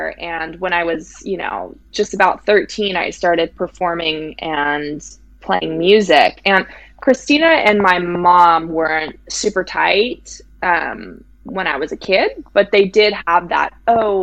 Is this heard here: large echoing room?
no